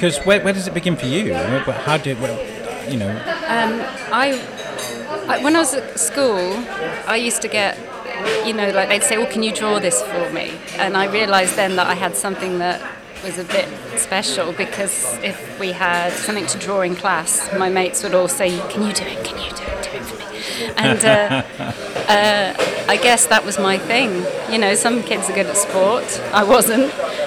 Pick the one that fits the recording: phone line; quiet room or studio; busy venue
busy venue